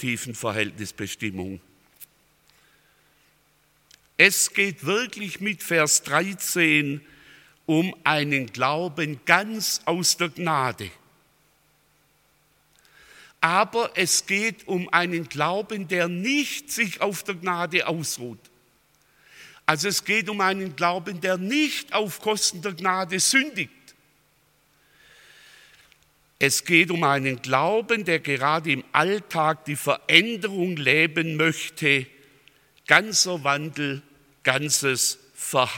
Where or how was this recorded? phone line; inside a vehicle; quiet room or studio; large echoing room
large echoing room